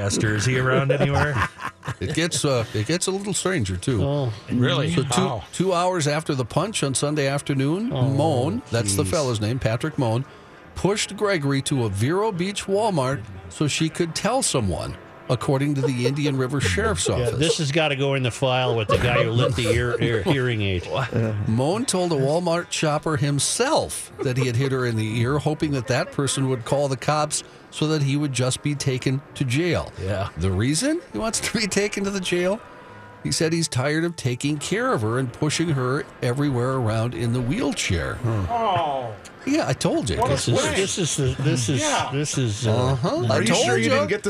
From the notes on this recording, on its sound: live from Radio Row at the Mall of America!